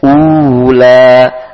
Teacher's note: waw sukun, maka naam vokalnya u, dibaca u, dimonyongkan dua bibirnya.